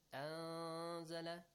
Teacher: You pronounced it with a hidden noon sound. · Term: ikhfa